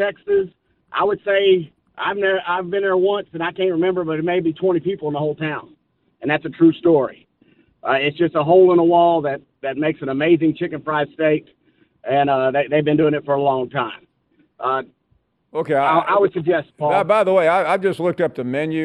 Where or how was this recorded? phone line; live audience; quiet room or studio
phone line